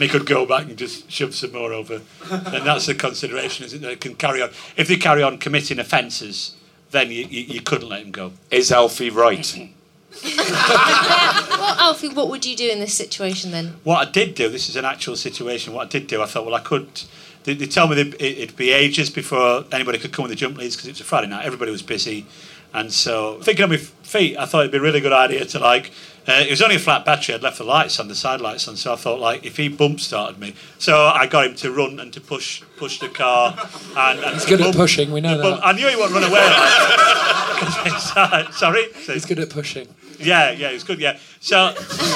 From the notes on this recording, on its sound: the third show from The Pleasance recorded at last years Edinburgh Fringe